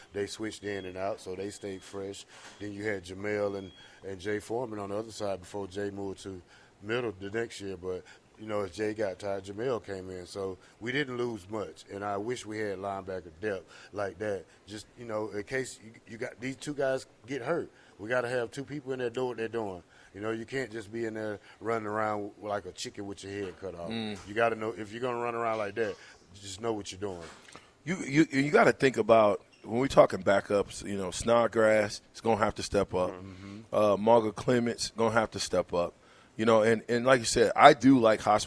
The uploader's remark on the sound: LIVE from Wingstop